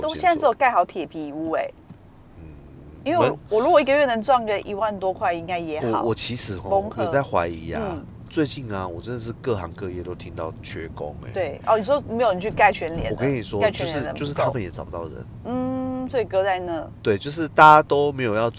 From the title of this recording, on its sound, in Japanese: ドライブトーク！(開車聊天)